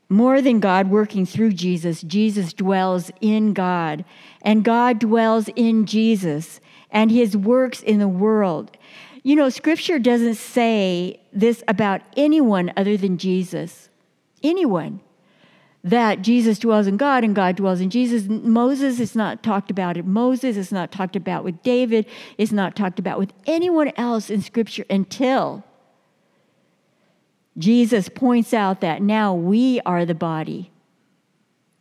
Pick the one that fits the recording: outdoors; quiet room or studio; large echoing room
large echoing room